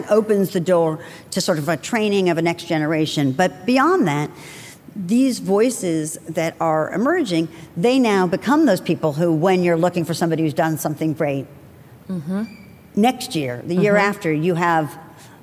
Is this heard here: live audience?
yes